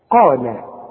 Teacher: القاف اللي بعدها المد بتبقى أعلى درجات التفخيم